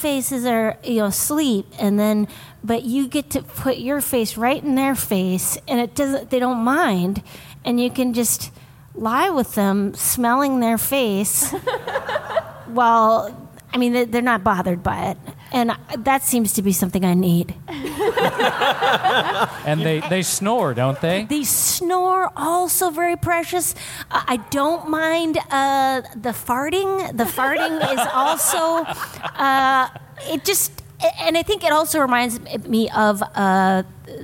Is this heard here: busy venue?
yes